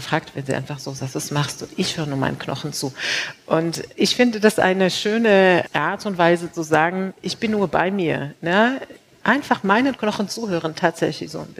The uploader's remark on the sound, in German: live aus Berlin von der #futurework23, dem Festival zur Zukunft der Arbeit, ausgerichtet von BDA und Microsoft.